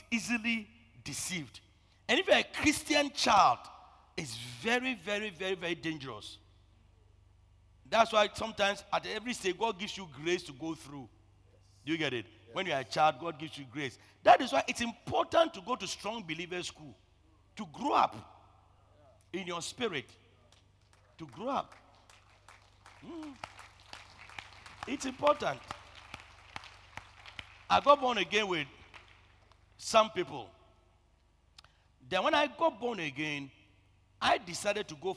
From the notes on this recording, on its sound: Preached at the Truth Cathedral, Loyalty House International. Abbey-Dawhenya.